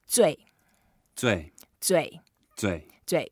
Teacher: It's a fourth tone, so we go down and then you can actually make a bit longer.